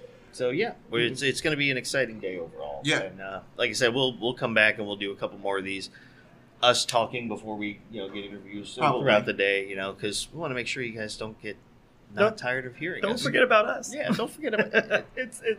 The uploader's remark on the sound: Day 3 continues with more great interviews at the Sunscreen Film Festival!! Pinellas County, FL.